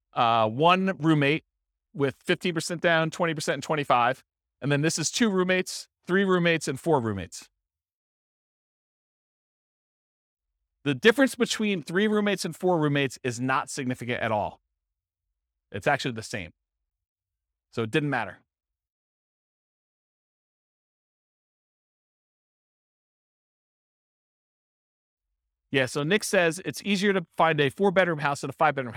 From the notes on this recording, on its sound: This was a live class recorded